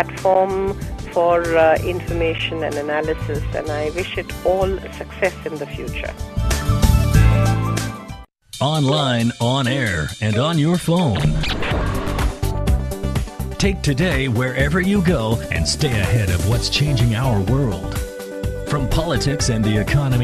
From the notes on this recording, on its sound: Phone conversation.